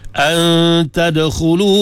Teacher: Antadkhulu, nun mati jumpa dengan ta. Mana huruf? Ta huruf ikhfa. Dibaca dengan gunnah dua harakah.